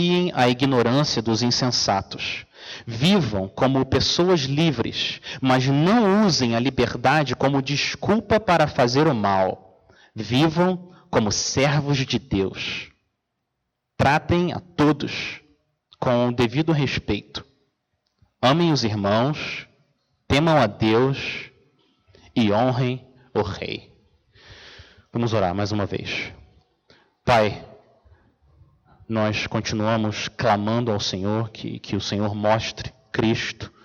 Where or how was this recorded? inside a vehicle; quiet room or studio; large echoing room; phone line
large echoing room